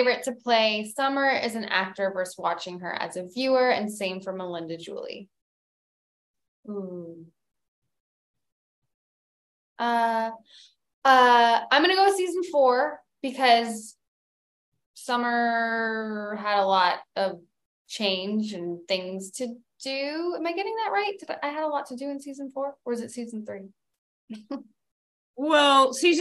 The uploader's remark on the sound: did a special question and answer zoom session with our Patreon fans